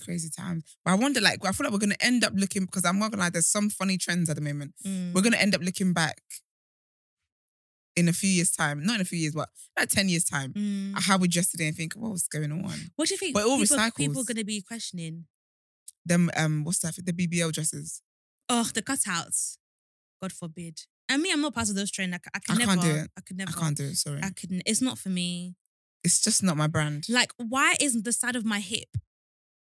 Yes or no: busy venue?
no